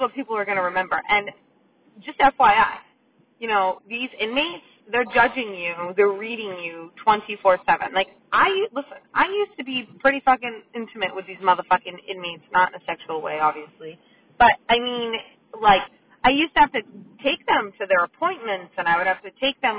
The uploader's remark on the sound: The audio isn't wonderful in this episode... Its one done in my car- sorry!